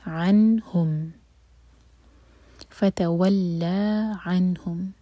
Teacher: فتولى عنهم، عین حرک سے نون پر سکون، تو نون پر اظہار، نون پر ٹائم نہیں دیں گے لیکن کلیئر پڑھیں گے